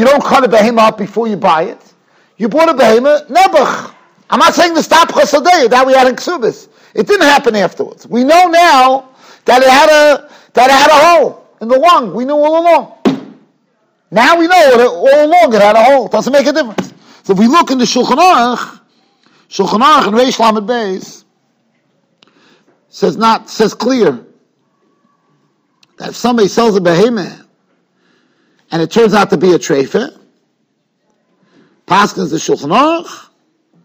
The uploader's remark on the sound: Shiur recorded in Yeshivas Ohr Reuven, Monsey, NY.